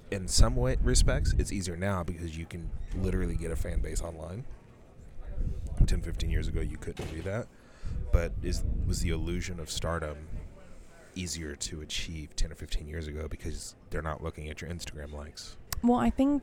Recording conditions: busy venue